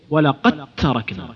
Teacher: يعني مثلا نشوف مثلا ولقد تركنا، ولقد تركنا، إذا ضغمنا الدال في التاء نحتاج إلى أن نقلب الدال تاء في ذهننا ثم نضغمها إدغام خالص وتذوب، نقول إيش ولقد تركنا، وين الدال؟ راحت في التاء، ذهبت في التاء